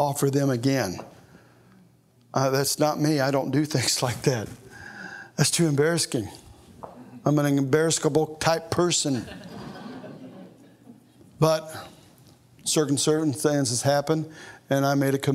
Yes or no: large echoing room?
yes